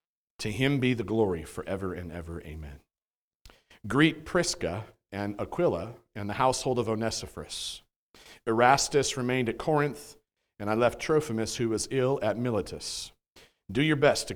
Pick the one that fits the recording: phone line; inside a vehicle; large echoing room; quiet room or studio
large echoing room